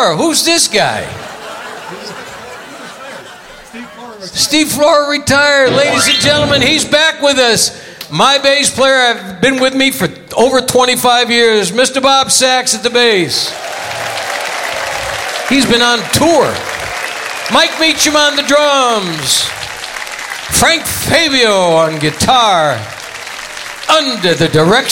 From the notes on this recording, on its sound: Live at the Souhtpoint